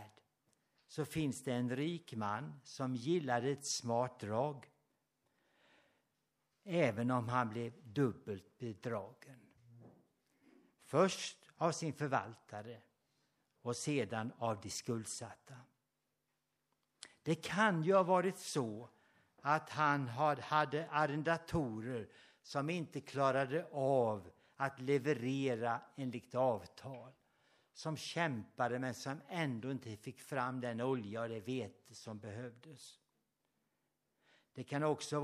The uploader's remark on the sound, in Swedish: Inspelad under gudstjänst på Löfstadkyrkans sommarhem Furuvik i Tranås 2023-08-06